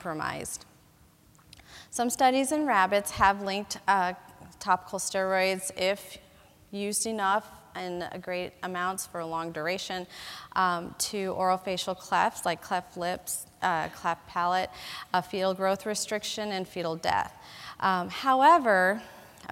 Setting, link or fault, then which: setting, large echoing room